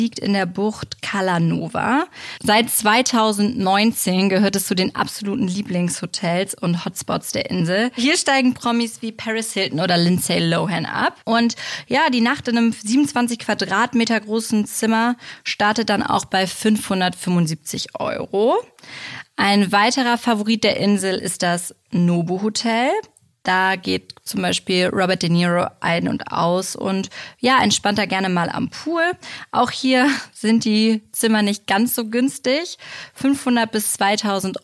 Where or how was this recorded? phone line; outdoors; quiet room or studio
quiet room or studio